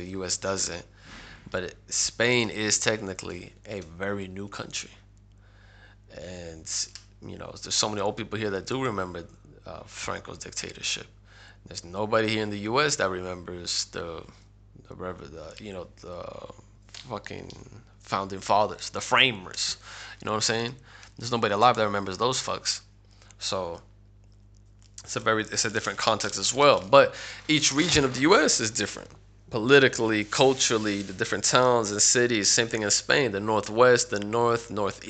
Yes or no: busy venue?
no